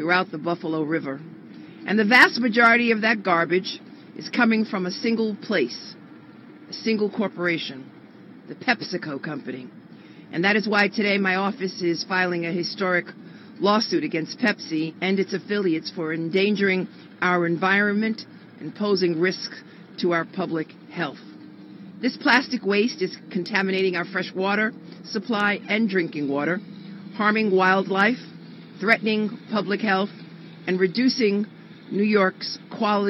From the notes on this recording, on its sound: From the press conference announcing the lawsuit.